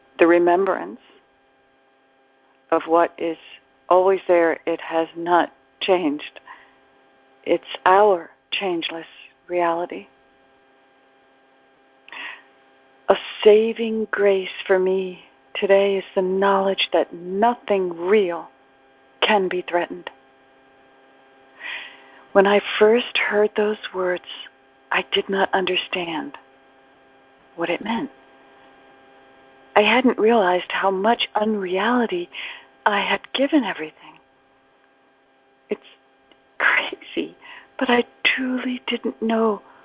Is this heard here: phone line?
yes